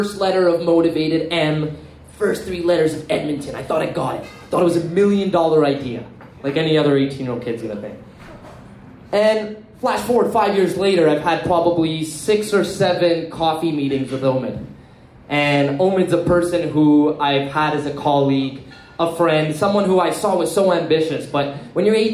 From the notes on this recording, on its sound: Our 1st Live Event went above and beyond our expectations. Doing what we love in front of a live audience - we hosted loved ones and fresh new faces.